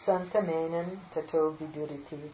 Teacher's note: That Anuswara is going to take the na of the ta, right? The dental na.